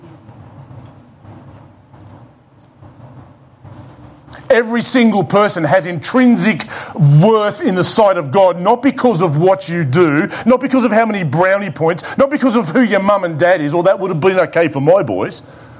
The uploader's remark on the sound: It was preached at The Rock Christian Church on Sunday 29 November 2020 in the morning Service.